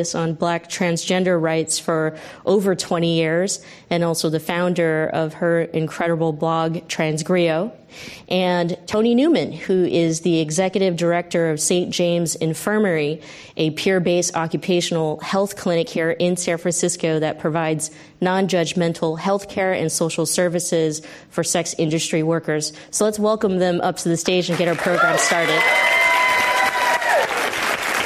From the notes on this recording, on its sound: This program was recorded in front of a live audience at the Giliad Campus in Foster City, CA on November 14th, 2019